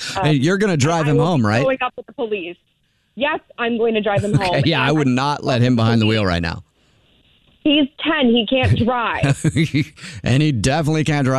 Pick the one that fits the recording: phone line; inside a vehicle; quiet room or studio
phone line